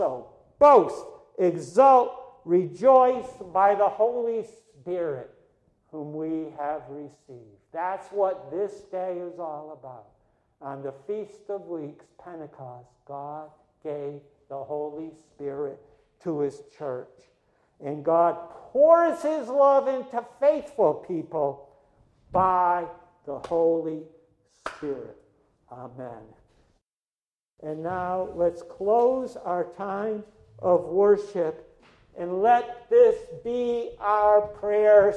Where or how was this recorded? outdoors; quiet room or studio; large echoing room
large echoing room